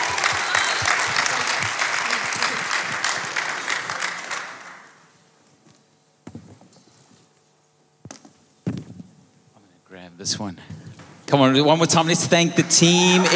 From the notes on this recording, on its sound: Recorded live.